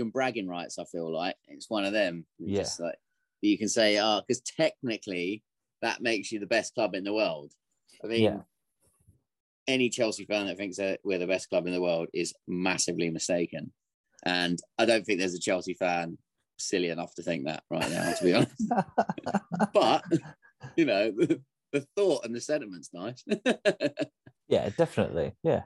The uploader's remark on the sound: There's glitchy sound.